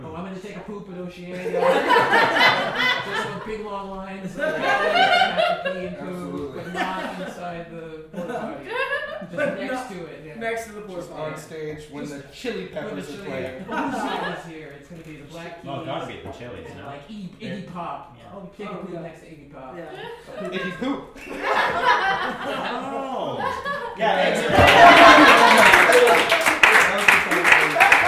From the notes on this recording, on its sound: the first ever live show